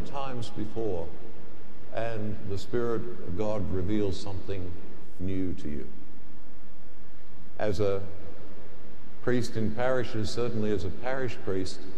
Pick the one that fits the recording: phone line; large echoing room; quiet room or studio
large echoing room